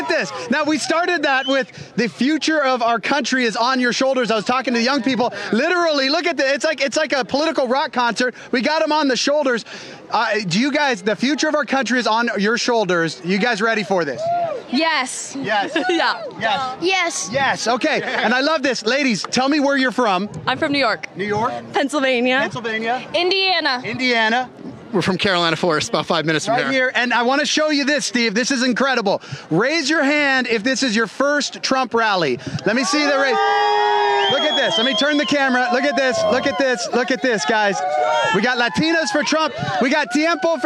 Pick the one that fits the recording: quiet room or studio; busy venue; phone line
busy venue